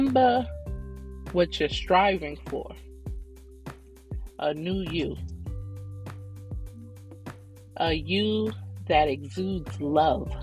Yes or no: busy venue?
no